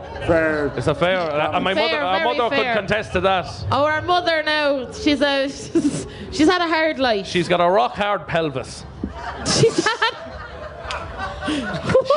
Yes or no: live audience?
yes